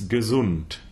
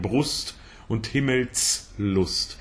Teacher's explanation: It's the cookie vowel. It's the open U.